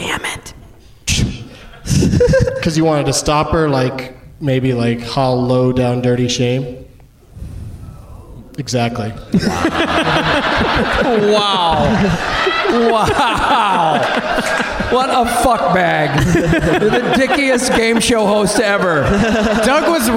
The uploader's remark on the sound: Live from the Laughing Skull Lounge in Atlanta, GA